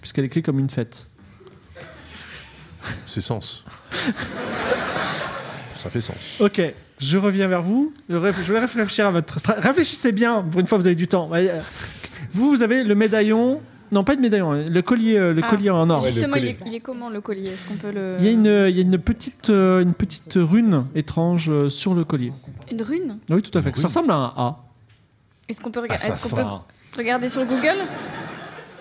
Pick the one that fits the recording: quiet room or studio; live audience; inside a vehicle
live audience